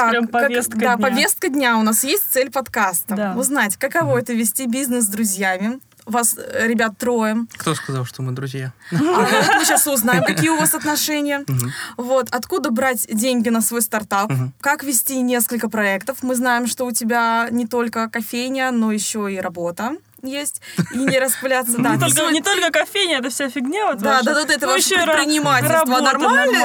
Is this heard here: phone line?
no